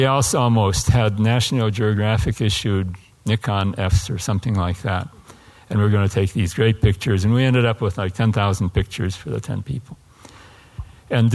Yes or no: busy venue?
yes